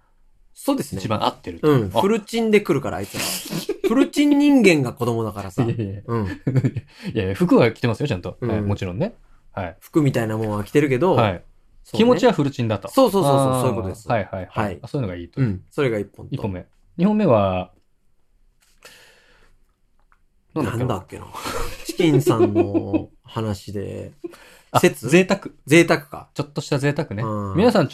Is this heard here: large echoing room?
no